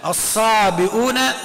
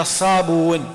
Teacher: الصابون مش الصابون اللي هو الصابون، لا، الصابئون بمعنى الصابون، نعم، أصلها مهموزة ولكن أسقطت الهمزة · Shown in: second take